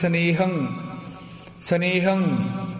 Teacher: ਜਦੋਂ ਟਿੱਪੀ ਬੋਲ ਲਈ ਨਾਲ ਹੀ ਬੁੱਲ ਬੰਦ ਹੋ ਜਾਣੇ ਚਾਹੀਦੇ, ਹੋਰ ਕੁਛ ਵੀ ਉਚਾਰਨ ਬਾਅਦ ਵਿੱਚ, ਜਿਵੇਂ ਸਨੇਹੰ ਸਨੇਹੰ ਬਸ ਨਾਲ ਹੀ ਉੱਥੇ ਸਾਰਾ ਕੁਛ ਰੁਕ ਜਾਵੇ ਤਾਂ ਟਿੱਪੀ ਲੱਗਦੀ ਹੈ।